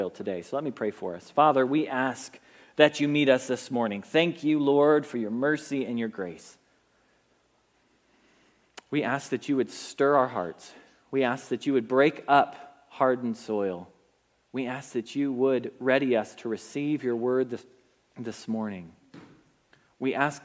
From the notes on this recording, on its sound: Message Preached at Valley Creek Church